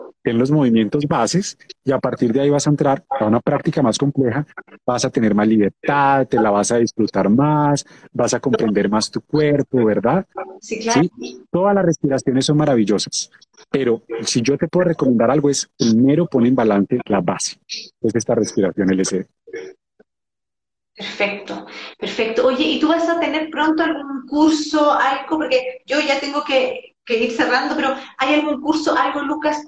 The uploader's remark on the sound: decidimos hacer un Live en Instagram